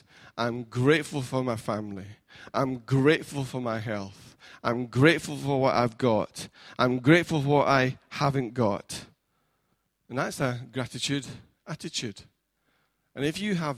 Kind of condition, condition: setting, large echoing room